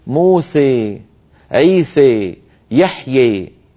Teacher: ومنهم من كان يجد راحته في أن يميلها أكثر وأكثر بما يسميه العلماء الإمالة الكبرى